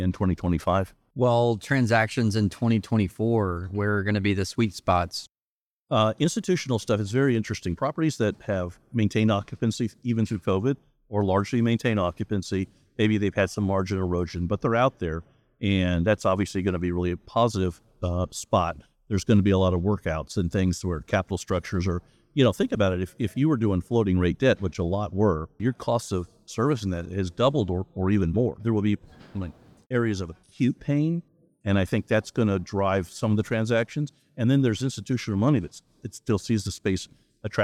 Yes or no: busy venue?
yes